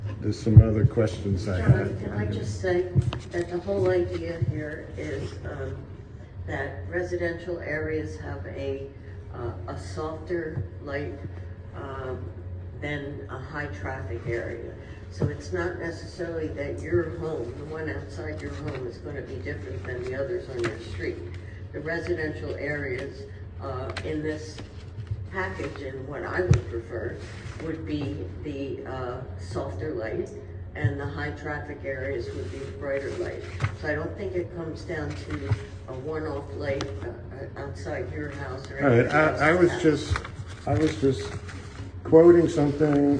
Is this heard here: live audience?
yes